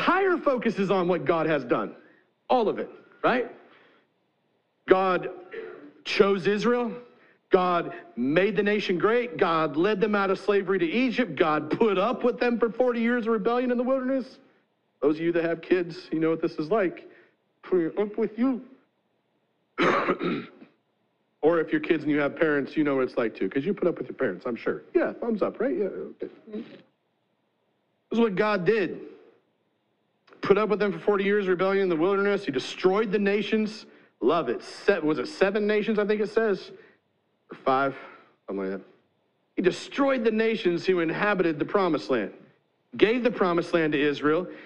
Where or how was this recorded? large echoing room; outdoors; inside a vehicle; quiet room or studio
large echoing room